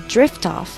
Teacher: 这个 drift off 做连读，t 和 off 做连读